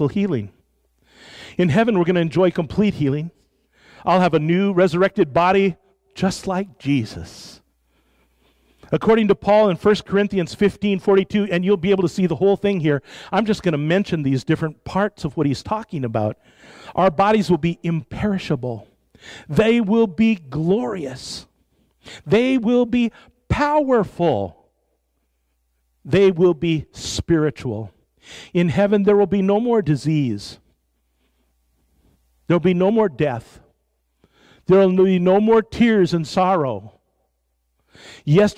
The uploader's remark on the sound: Live from Sacramento First Church of the Nazarene in 2019.